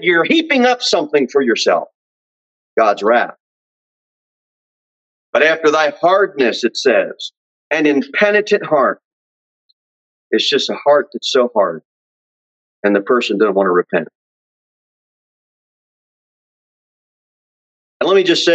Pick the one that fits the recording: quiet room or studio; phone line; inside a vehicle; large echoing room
large echoing room